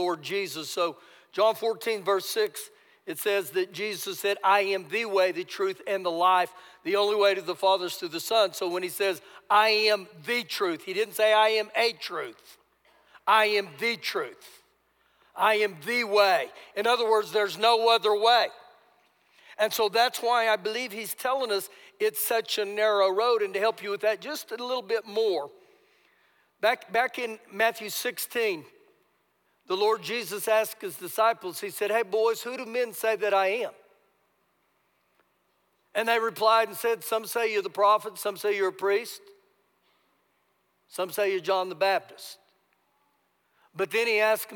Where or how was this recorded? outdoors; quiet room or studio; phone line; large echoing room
large echoing room